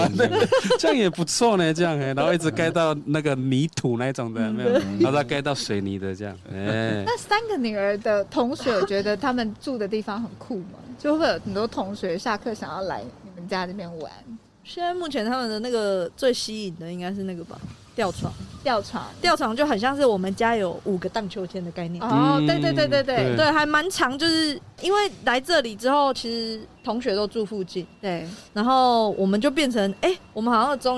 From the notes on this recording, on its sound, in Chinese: 本集因戶外錄製偶有環境音干擾，敬請見諒！